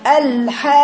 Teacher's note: الحاقة وتروح رافعة صوتي كده على القاف عشان اعمل فيها نبر